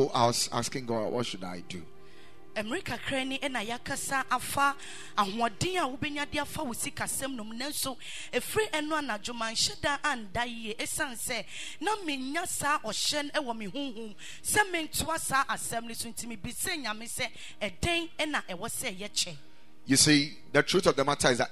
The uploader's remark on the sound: Preached at Ekklesia Chapel